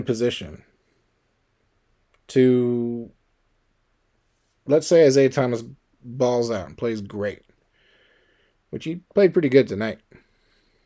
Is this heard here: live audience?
no